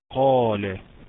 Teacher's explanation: شوف القاف، قاف مفتوحة وجي بعدها ألف، ودي أعلى درجات التفخيم